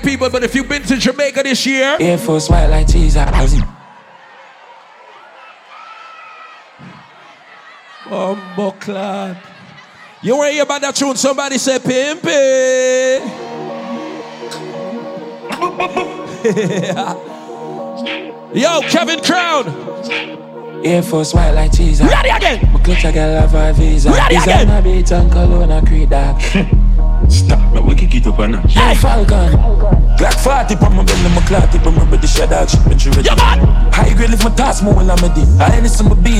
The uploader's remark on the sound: Live Audio of the BYFAROnABoat Five Year Anniversary